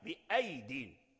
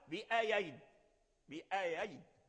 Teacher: هل ننطق بياء أين؟ لا، بياء واحدة ساكنة · Shown in: first take